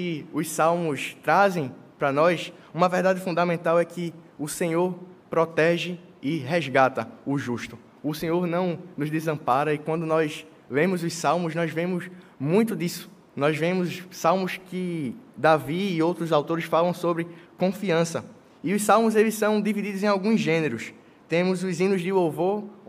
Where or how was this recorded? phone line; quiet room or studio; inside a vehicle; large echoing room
large echoing room